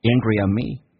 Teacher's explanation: Angry 跟 at 有一个元音跟元音之间的连音